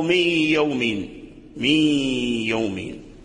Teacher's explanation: فالنون يدغم في الياء ولكن تبقى الغنة · Term: إدغام ناقص